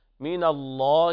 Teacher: لفظ الجلالة مغلظ اللام لوقوعها بعد فتح. والجيم في المعارج حكمها القلقلة عند الوقف عليها.